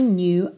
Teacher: o K é mudo e tem um biquinho que é quase francês